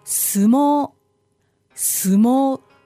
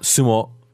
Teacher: So it's a long O on the second. · Shown in: first take · Yes. It's not sumo.